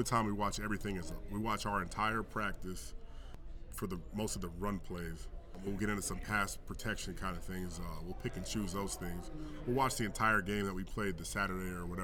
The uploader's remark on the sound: This episode was originally recorded at the New York State High School Football Coaches Association Clinic.